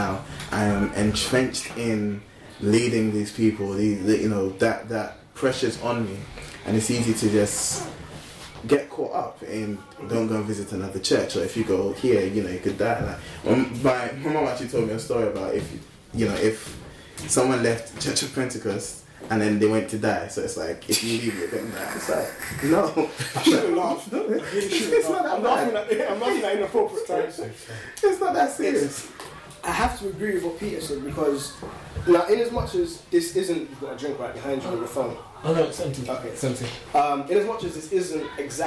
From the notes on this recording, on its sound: It was from way back so the quality of the audio might not be as good as it is now.